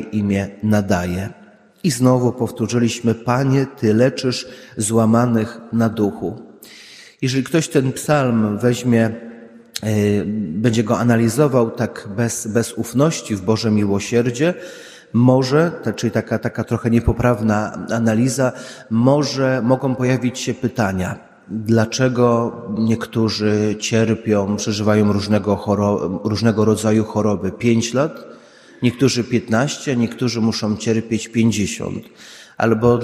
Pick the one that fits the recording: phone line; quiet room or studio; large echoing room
large echoing room